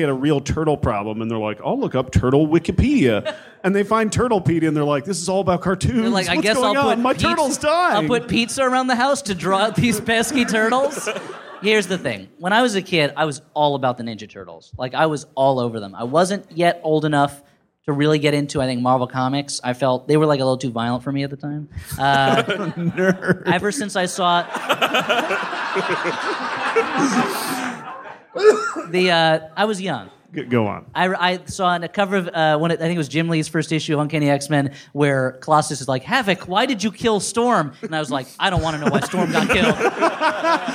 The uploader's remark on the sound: Recorded on 1/9/2015 in front of a live, sold out crowd in The Bell House in Gowanus, Brooklyn.